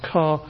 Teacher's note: So we've got our pa, explosion at the lips, our ta, explosion at the alveolar ridge, and our ka, explosion further back at the velum, in the velar area